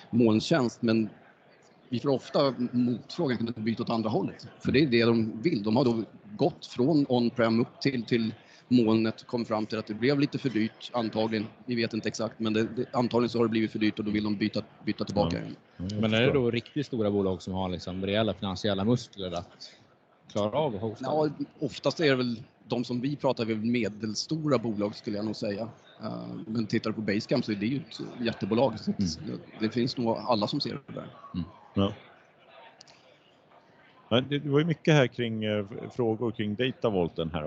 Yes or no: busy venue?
yes